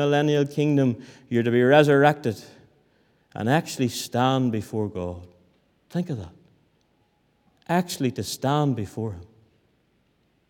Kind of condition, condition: setting, large echoing room